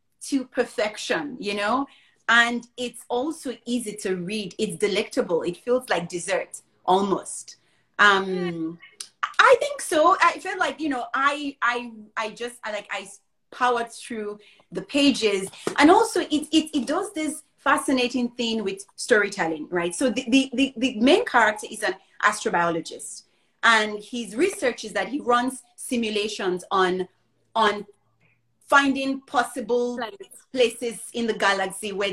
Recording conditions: video call